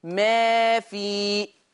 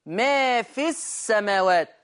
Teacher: وقفت هثبت حرف المد، وصلت يحذف حرف المد لو جه بعد منها همزة وصل. سبح لله ما في السماوات، ادي كده السماوات اولها همزة وصل، خلاص.